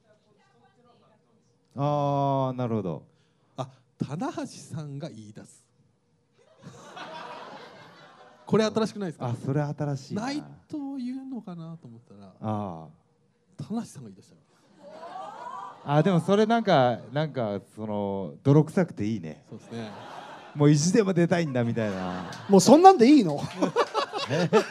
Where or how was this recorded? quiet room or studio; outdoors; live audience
live audience